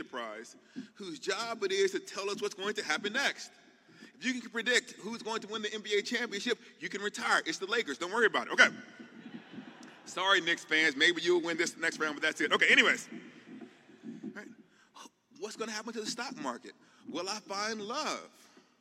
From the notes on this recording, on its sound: The keynote talk from the 15th Annual Mockingbird Conference in NYC.